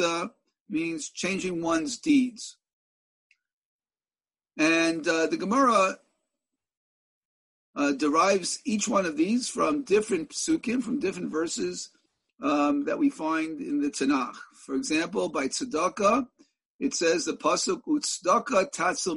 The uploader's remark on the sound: In a ZOOM teleconference Shiur